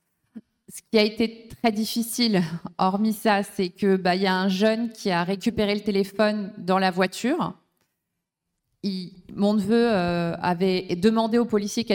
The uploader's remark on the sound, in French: AuPoste en public. Rencontres Radicales Alternatiba. Pendant plusieurs jours, Alternatiba Paris organise son raoût d’agit-prop (ex-camp climat).